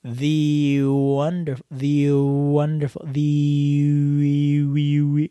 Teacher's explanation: And it turns out that when you move your mouth shape from the long E sound to a W, you can't sustain the long E sound and it turns into an uh sound